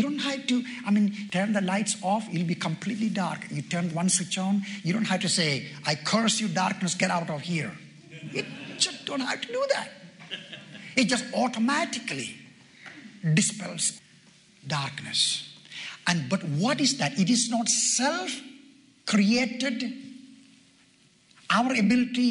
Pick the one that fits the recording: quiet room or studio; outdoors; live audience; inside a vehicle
live audience